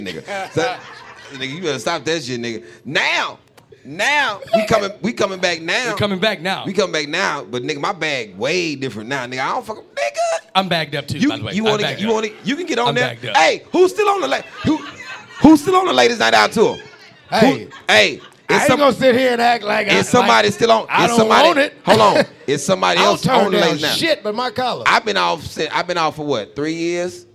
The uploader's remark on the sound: LIVE in Houston!